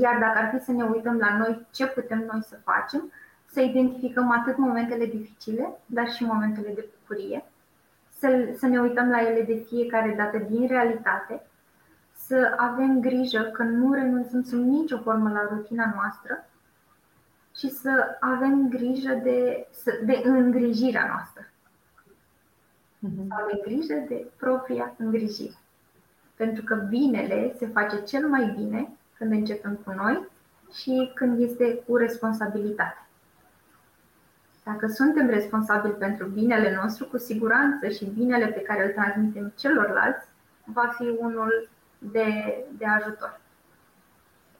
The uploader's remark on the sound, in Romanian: Acesta este un episod special de podcast: este înregistrarea webinarului